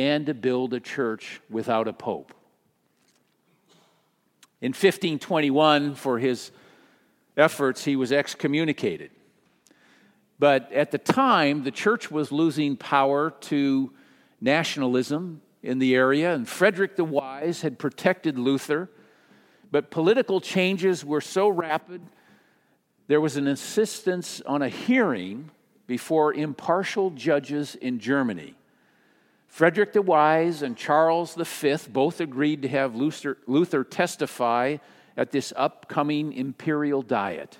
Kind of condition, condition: setting, large echoing room